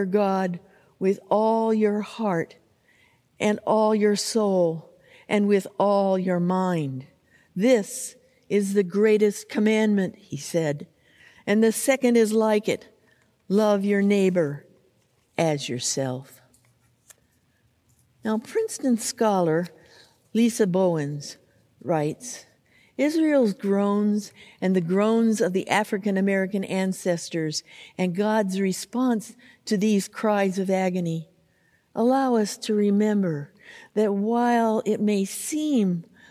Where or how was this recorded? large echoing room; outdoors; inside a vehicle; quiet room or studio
large echoing room